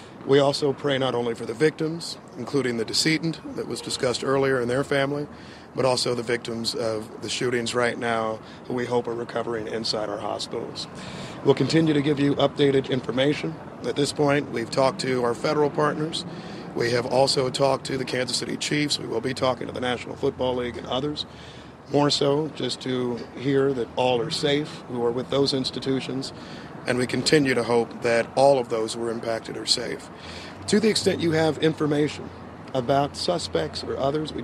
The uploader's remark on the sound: the live press conference from the Kansas City Police Department